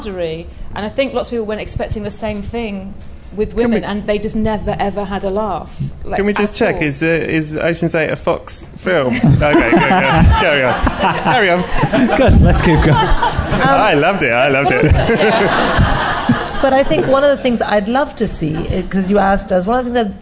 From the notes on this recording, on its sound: live in front of a packed Soho Theatre